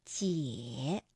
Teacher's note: 这个赏声也应该读214